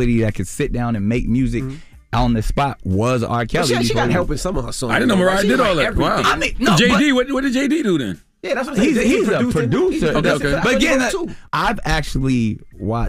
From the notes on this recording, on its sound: they even opened up the phone lines